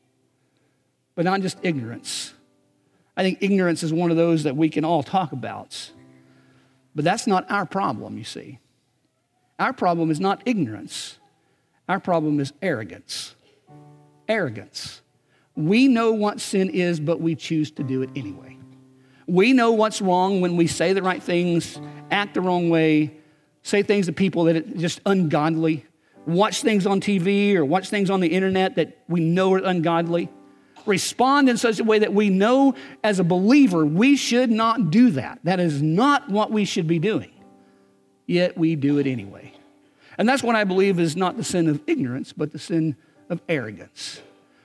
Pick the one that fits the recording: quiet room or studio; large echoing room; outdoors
large echoing room